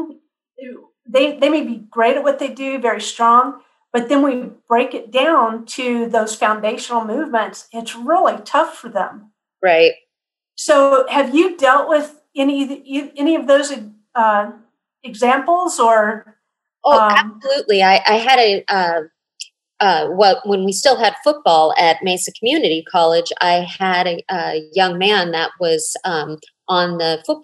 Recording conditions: video call